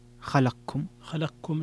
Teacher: الإدغام الكبير للسوسي، إدغام القاف